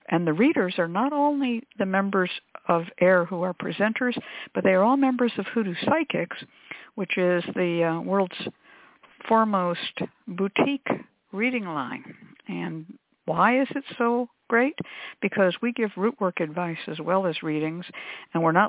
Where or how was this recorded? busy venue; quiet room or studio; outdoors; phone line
phone line